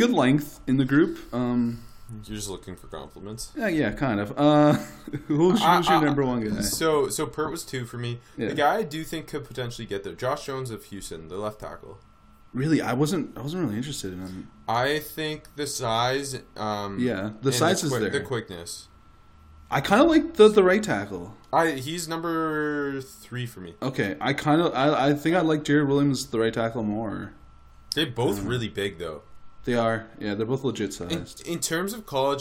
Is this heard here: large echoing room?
no